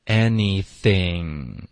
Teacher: Anything 结尾的这个是一个后鼻音，所以你的舌头舌根会顶上去